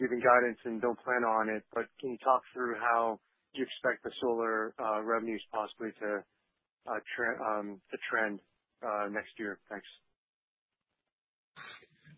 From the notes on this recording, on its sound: Q3 2020 Results Conference Call